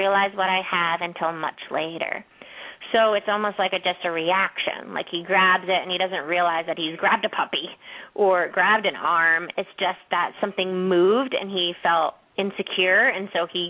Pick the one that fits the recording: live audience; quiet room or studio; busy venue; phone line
phone line